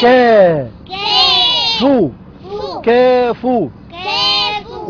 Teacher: واو مادة طبيعية حركتان